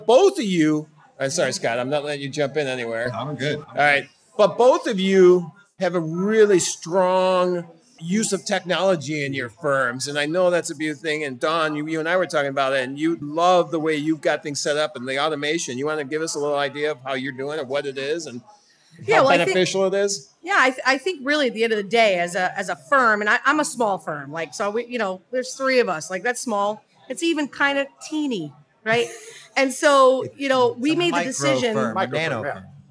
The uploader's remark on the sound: live from The Beer Temple in Chicago